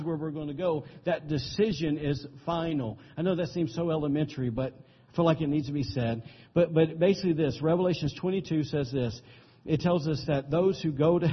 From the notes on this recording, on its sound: Recorded on September 17, 2017, during Sunday morning service at Celebration Life Family Church.